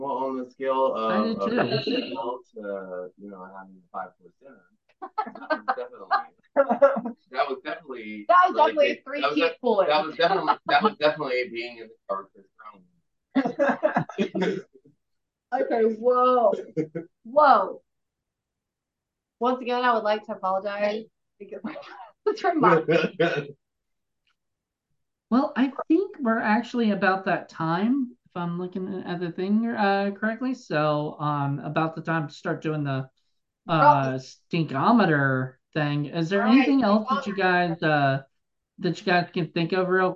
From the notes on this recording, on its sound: Sometimes when you do a zoom there is some audio you just can't fix